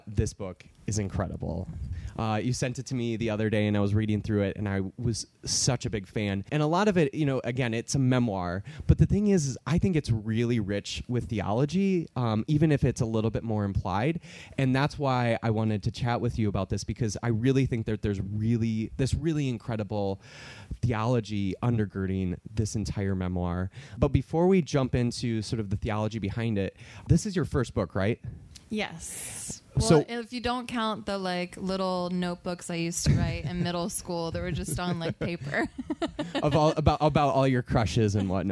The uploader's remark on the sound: Live at the 2021 Wild Goose Festival.